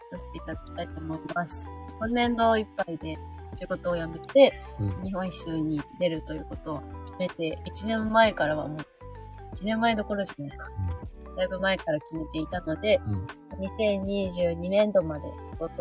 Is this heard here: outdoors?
yes